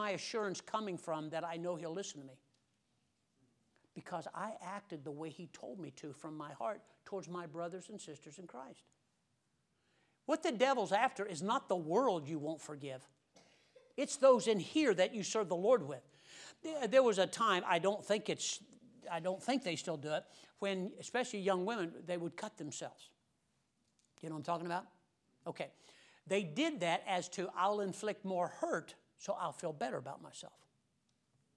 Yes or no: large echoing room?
yes